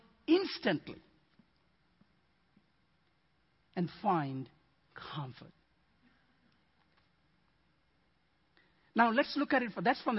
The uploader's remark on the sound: Midland Evangelical Free Church Sermon Audio